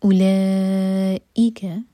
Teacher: مد متصل کے بعد حمزہ پر کٹ آف ساؤنڈ